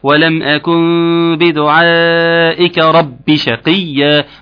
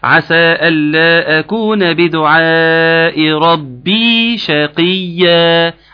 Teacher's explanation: مفيش اي ياء، باء على طول، وانتقلت منها من الباء المكسورة للشين على طول · Shown in: first take